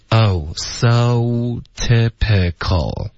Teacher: 它是一个双元音， OK?有时候学生喜欢发成一个中式的这个 o,或者 so,可是它是结尾有一个呜。So,结尾也有一个呜。Oh, so typical.